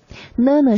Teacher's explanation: 软腭要下降，呢关闭我们的口腔通道，声音是从我们的鼻腔通道发出来的 · Term: 鼻音